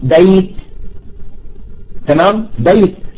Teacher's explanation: الياء ساكنة، الباء قبلها مفتوح، إذا هذه ليست ياء مادية وإنما ياء غير مادية وتسمى ياء لين. إذا الواو والياء، نضع قاعدة الآن، إذا جاءت الواو والياء وقبلهما حرف مفتوح سميا بحروف اللين، انتهينا.